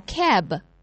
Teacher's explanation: 双唇紧闭，憋住气，然后突然分开，使气流冲出口腔，发出爆破的声音。 B 是浊辅音，发音时不送气，但声带要震动